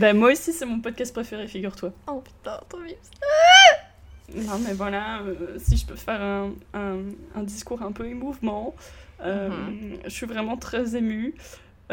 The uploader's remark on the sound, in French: Pour fêter ça un épisode spécial, placé sous le signe des bruits de travaux insupportables! Vraiment désolée pour ça j'avais pas réalisé leur volume en enregistrant.